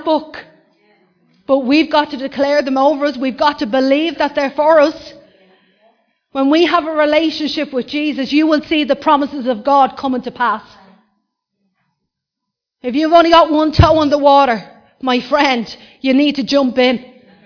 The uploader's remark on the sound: Recorded live in Liberty Church